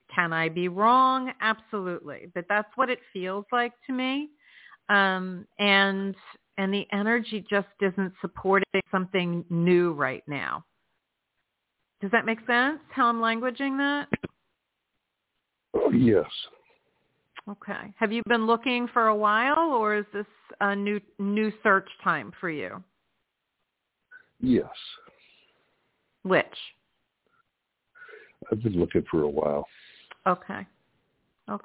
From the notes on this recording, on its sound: in response to callers' questions.